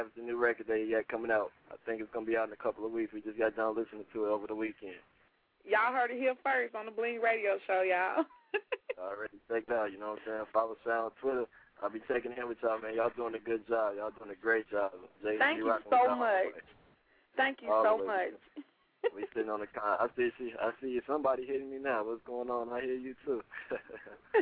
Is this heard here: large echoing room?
no